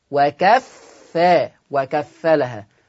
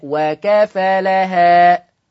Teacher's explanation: حفص عن عاصم يقرأ بتشديد الفاء وكفى وكفلها. ورش عن نافع يقرأ بتخفيف الفاء · Shown in: second take